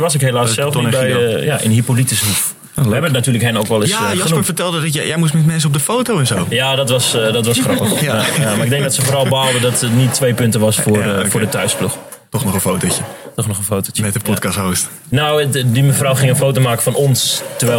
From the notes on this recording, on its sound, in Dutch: Live vanuit Drenthe. In de kantine van de club van host. HVC, wordt de vierde podcast van het tweede seizoen van Spielmacher opgenomen.